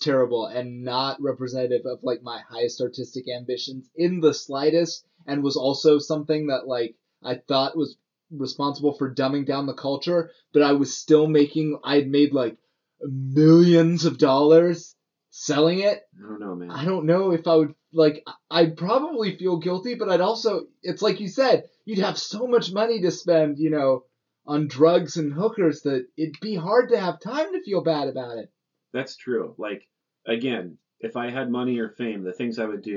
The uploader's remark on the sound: Apologies for the poor sound quality. Due to a technical error, this episode sounds like it's being recorded through a bathroom door.